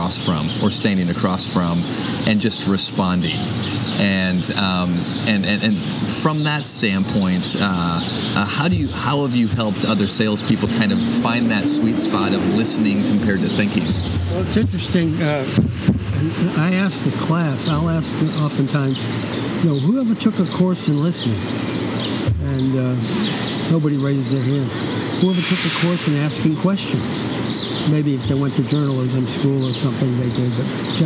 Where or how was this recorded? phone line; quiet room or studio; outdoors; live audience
outdoors